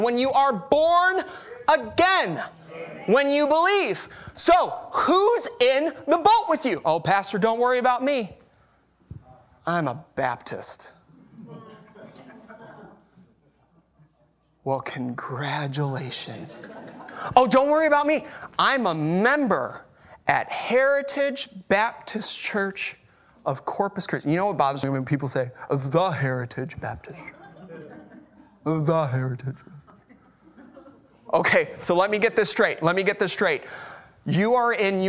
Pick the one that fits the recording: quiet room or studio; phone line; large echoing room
large echoing room